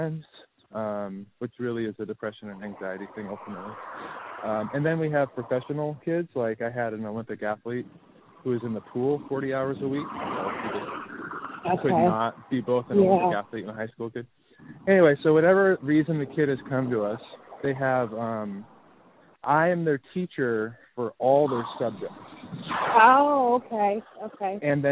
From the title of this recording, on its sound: Walk & Talk